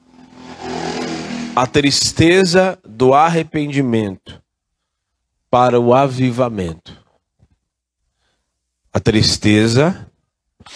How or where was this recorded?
large echoing room